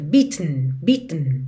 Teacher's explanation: Essa palavra, beaten, ela é bem interessante porque o E não é pronunciado. Então, do T pro N, você faz um tn, tn. É quase como se fosse um som para dentro. Beaten, beaten, ok?